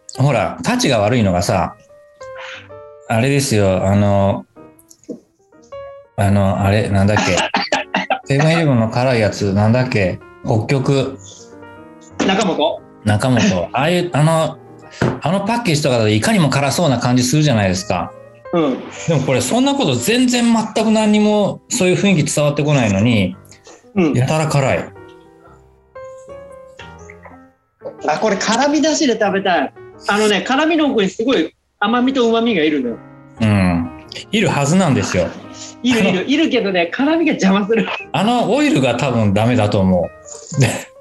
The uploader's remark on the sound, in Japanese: 先週に引き続き、ZOOM 収録を行っております。